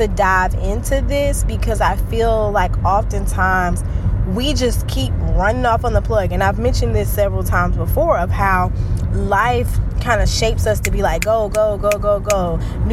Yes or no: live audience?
no